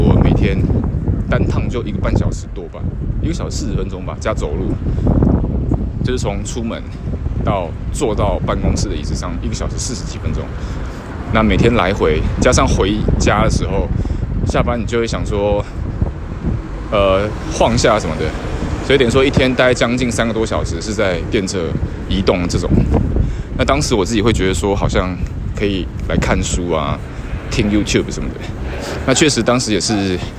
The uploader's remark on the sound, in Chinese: IPhone X 邊走邊錄版，一刀未剪。(注意聲量！)。